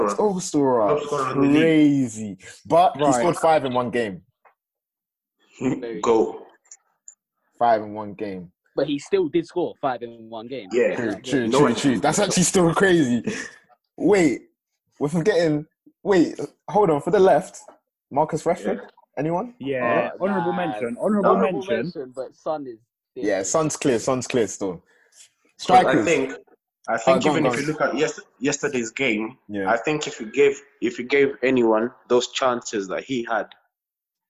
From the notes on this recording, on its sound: Today I got together with some of my friends. AUDIO WAS RECORDED OVER ZOOM, PLEASE EXCUSE ANY AUDIO HITCHES.